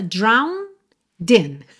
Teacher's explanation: Como a gente vai juntar no in depois, então temos drowned in, tá? Pensa drown Din.